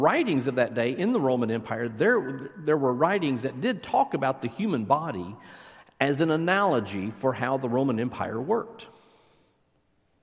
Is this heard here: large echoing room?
yes